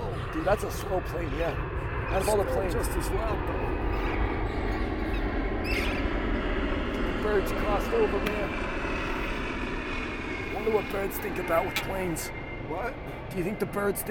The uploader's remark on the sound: While sitting on a bench in Amsterdam. Pardon the outdoor noise on this outdoor episode.